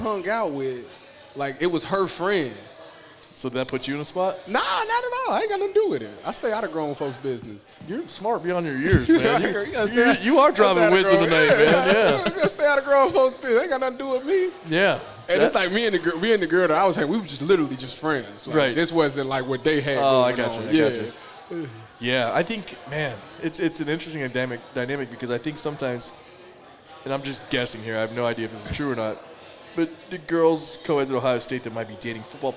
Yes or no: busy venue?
yes